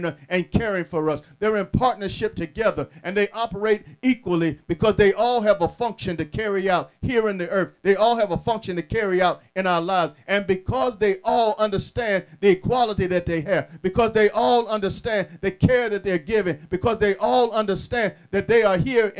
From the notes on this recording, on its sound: Sermon preached from Wesley AME Zion Church